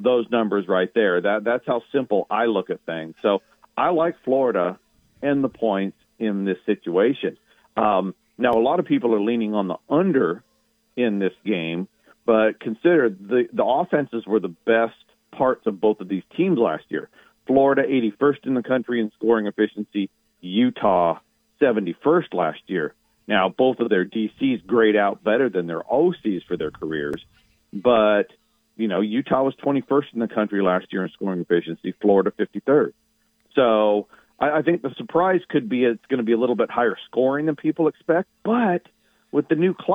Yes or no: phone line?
yes